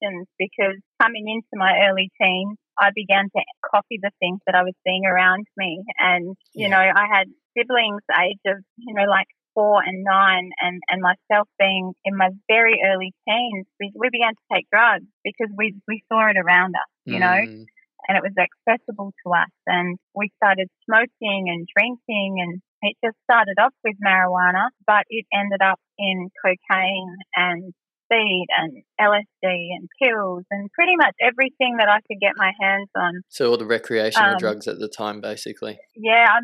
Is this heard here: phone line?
yes